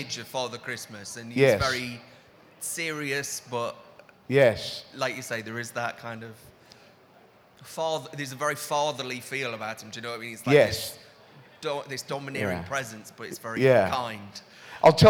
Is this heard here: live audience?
yes